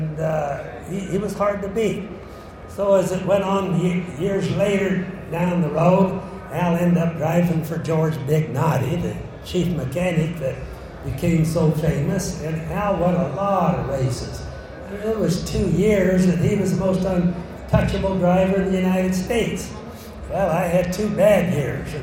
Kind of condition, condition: setting, busy venue